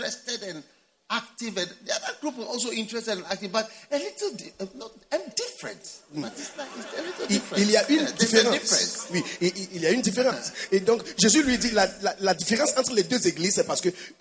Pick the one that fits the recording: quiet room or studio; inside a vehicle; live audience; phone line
live audience